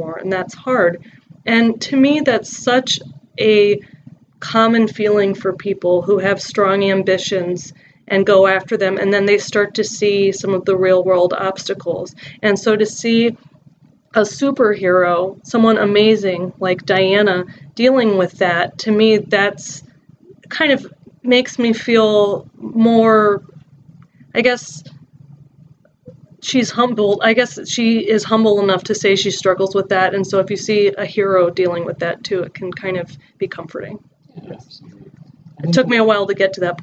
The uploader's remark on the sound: Please pardon the audio issues! We updated our recording set up and need to fine tune the process again!